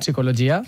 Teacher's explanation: sense pronunciar la P